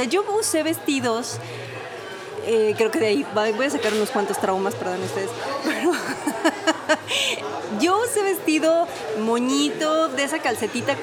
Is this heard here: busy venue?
yes